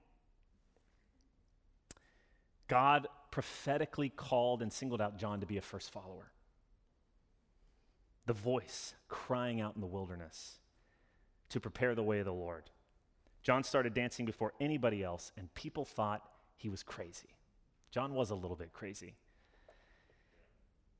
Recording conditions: large echoing room